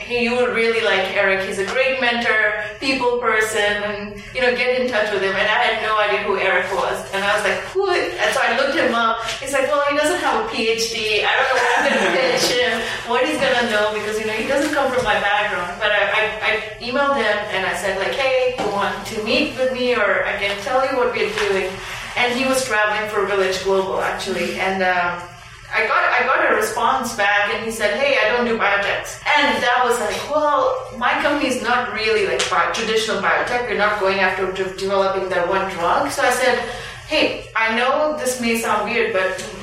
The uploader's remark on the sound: This is a rebroadcast of a live episode that was recorded at Village Global HQ in San Francisco. The event was put on in partnership with Xoogler, a network of former Googlers who have come together to help each other with their startup ambitions.